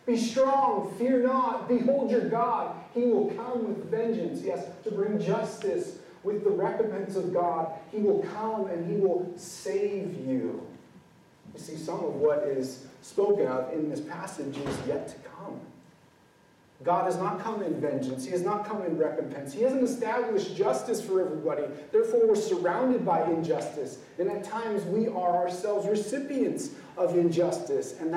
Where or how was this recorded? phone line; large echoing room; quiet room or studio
large echoing room